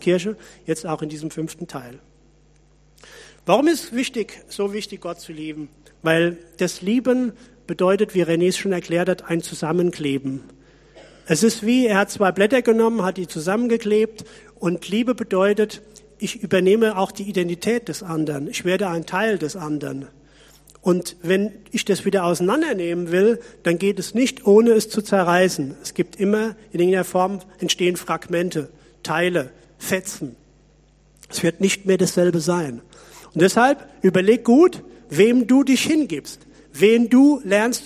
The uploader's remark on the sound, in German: Predigt aus der Missio Kirche. Gemeinde für Bad Kreuznach und Region.